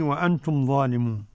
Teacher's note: وأنتم ميم جمع واضحة، ظالمون مد عرض السكون